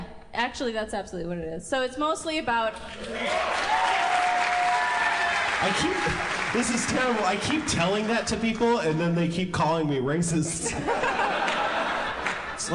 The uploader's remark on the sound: Harmontown is live from Chicago. A live organist.